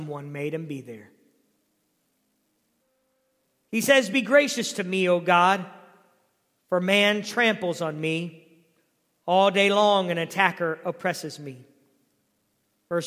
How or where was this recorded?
large echoing room